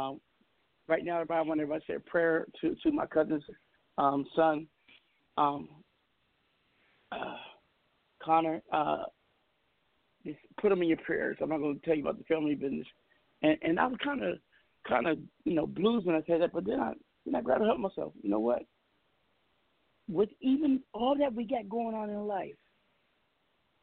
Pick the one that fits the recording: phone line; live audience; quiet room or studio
phone line